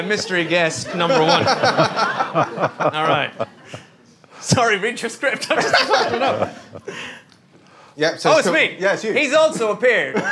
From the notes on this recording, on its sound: We recorded this as part of the London Podcast Festival in 2018 in front of a SELL OUT audience. Helped by questions from the audience.